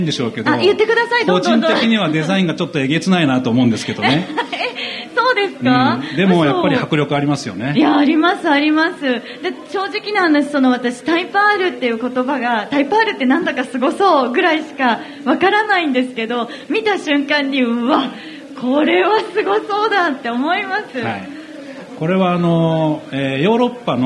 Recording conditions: live audience